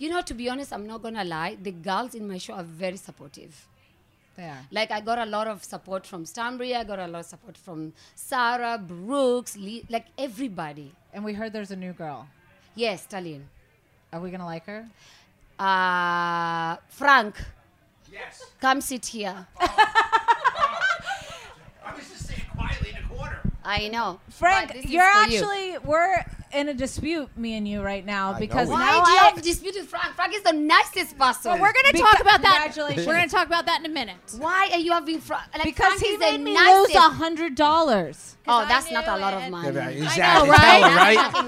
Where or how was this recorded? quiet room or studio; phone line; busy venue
busy venue